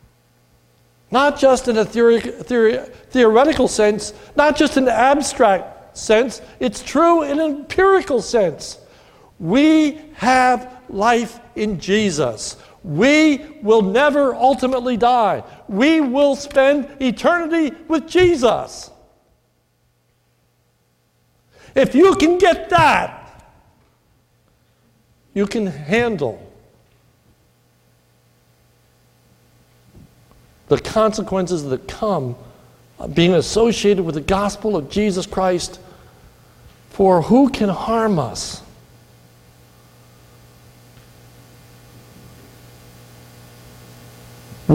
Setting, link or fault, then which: setting, large echoing room